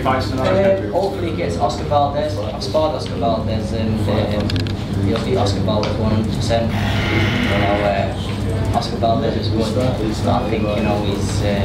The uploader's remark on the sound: post-fight press conference from Leeds